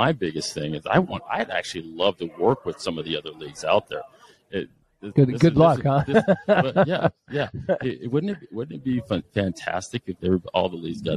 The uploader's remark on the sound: is live on Podcast Row from the United Soccer Coaches Convention in Kansas City, MO